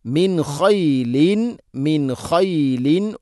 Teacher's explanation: സാക്കിന നൂന് ശേഷം ഖ ഇദ്ഹാർ വെളിവാക്കി ഉച്ചരിക്കണം.